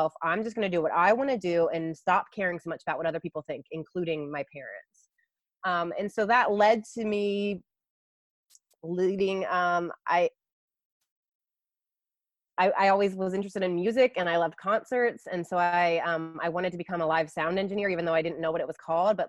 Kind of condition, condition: link, video call